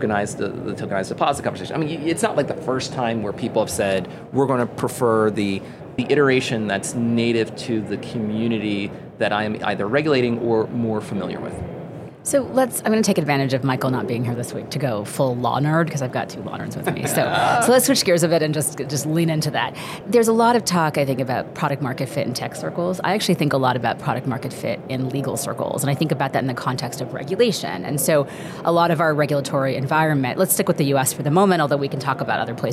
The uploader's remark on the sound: is at the Money 20/20 Conference in Las Vegas